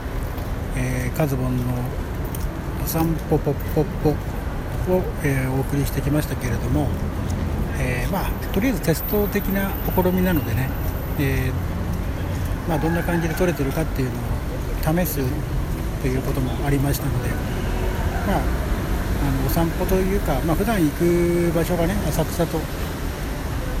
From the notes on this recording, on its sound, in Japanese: お散歩ラジオ 歩歩歩 秋葉原編。オール街頭収録の為 風の音など少々入ってます。